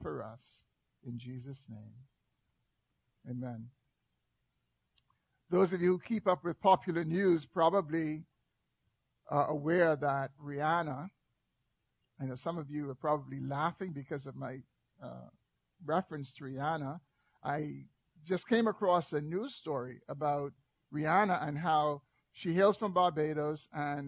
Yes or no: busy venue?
no